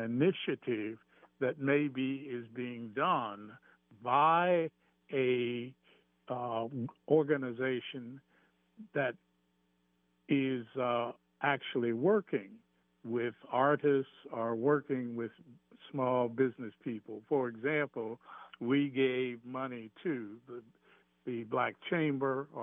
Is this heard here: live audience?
no